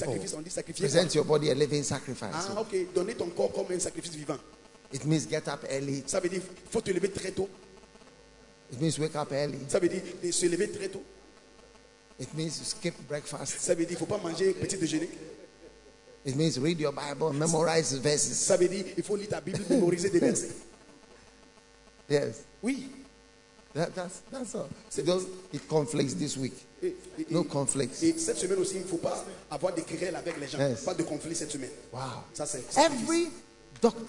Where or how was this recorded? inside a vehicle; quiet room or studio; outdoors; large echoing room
large echoing room